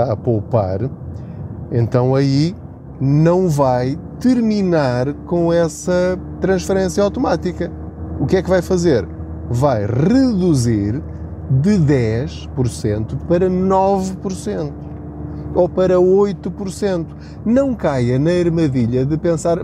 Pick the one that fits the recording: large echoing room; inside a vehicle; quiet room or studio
inside a vehicle